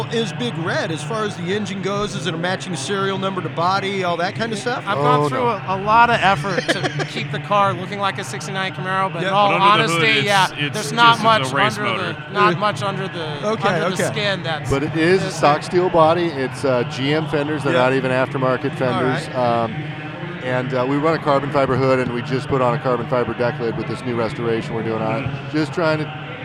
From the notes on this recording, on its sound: LIVE from Mecum Auto Auction – Houston, TX. Attend the annual Mecum Auto Auction and provide a unique spectator’s perspective on the event.